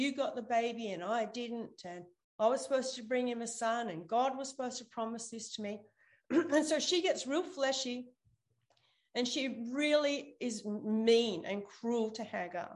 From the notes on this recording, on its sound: ZOOM Church